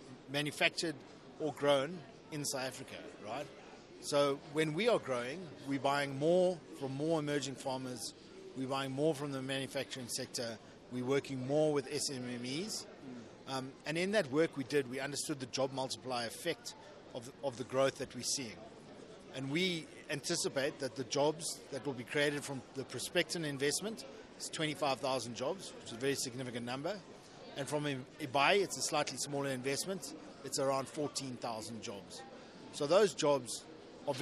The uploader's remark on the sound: Speaking on the margins of the 5th South Africa Investment Conference in Johannesberg.